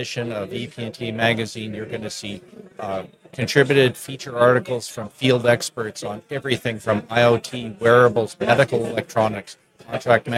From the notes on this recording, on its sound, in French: En direct du Hardtech à Toronto